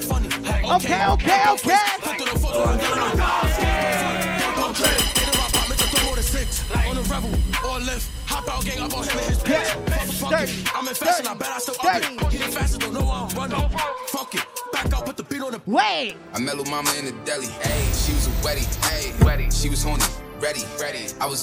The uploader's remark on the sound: live set at Soulbaila in Hartford,CT.